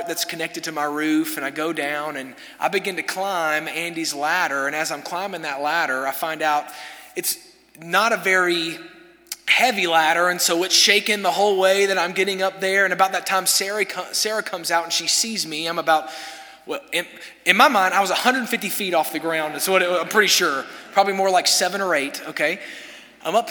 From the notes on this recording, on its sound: This sermon was delivered on January 3, 2024 at First Baptist Church Hendersonville, NC during the Wednesday night Bible study hour.